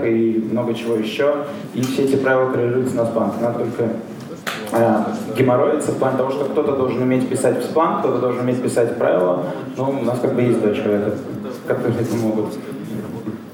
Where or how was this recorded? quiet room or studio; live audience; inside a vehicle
live audience